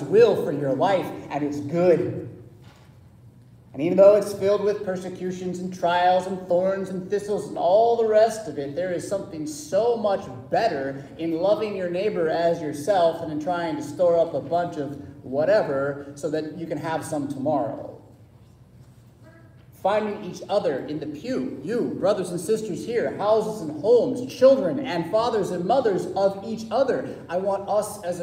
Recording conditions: large echoing room